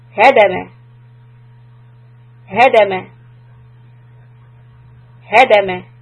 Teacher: Make sure you push on the ha and you keep the tone of voice high on the first letter, lower on the last letter.